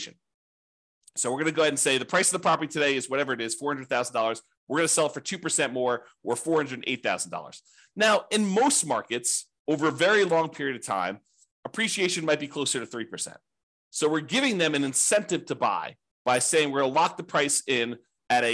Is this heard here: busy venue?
no